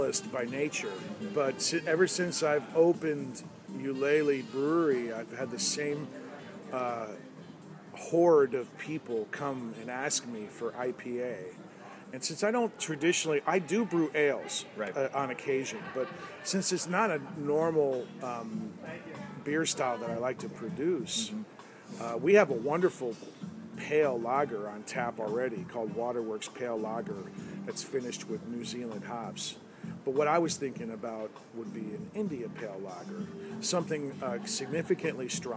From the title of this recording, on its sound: LIVE Ulele Spring Brewery